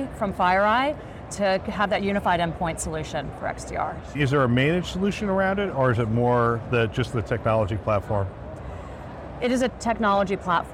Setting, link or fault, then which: setting, busy venue